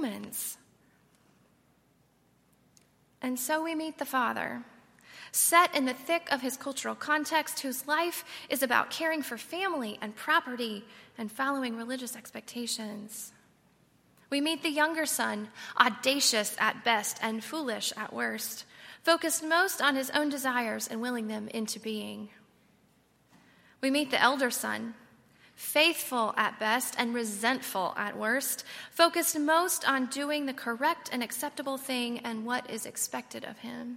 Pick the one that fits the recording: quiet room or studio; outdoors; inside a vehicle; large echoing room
large echoing room